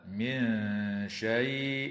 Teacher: وتخفى النون الساكنة عند الشين مع الغنة مرققة في قوله تعالى: من شيء.